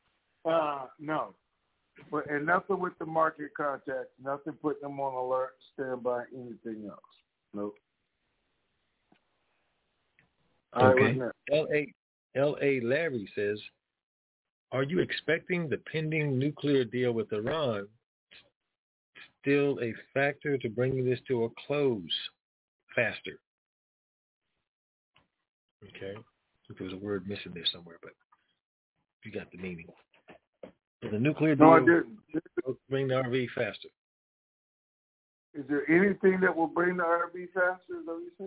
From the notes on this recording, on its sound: TNTSuperfantastic Conference Call.